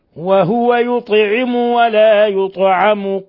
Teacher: الطاء ساكنة فتقلقل لأنها من حروف قطب جد